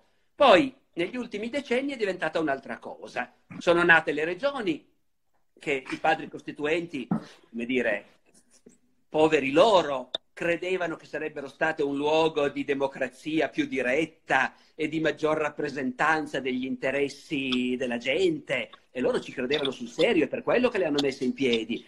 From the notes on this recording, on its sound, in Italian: in videochiamata